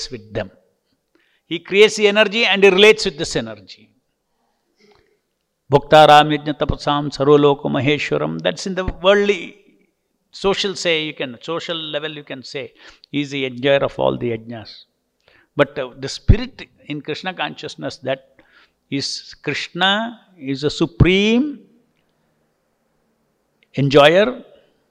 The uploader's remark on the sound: Listen to Srimad-Bhagavatam lectures given daily by the devotees at ISKCON Bangalore.